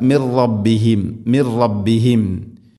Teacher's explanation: സാക്കിനായ നൂന് ശേഷം റാ ഇദ്ഗാം ബിലാ ഗുന്ന, മണിക്കാതെ കൂട്ടിലയിപ്പിക്കണം. മിർറ മിൻ റബ്ബിഹിം എന്നല്ല, മിർറ ഇങ്ങനെയുമല്ല, മിർ റബ്ബിഹിം മിർ റബ്ബിഹിം.